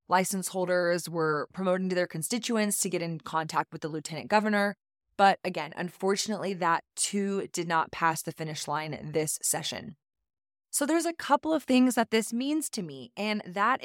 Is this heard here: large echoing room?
no